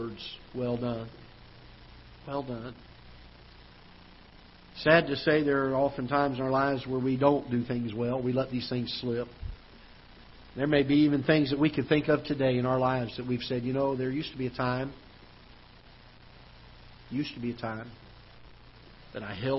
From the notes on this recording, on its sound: Ketha Heights Baptist Church ~ Live Broadcast.